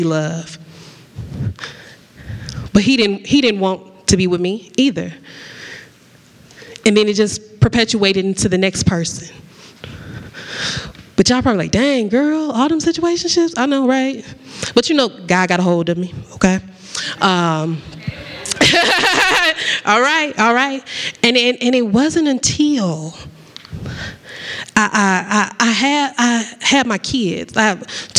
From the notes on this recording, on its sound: this was my first time going LIVE and it was at the first annual Milwaukee Podcast Festival